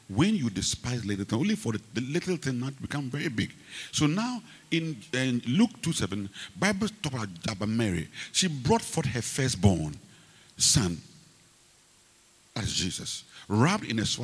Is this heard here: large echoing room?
yes